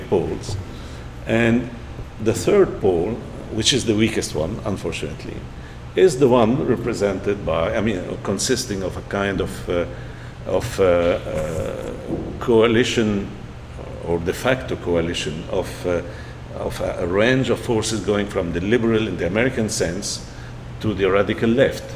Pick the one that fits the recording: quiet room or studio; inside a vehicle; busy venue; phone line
busy venue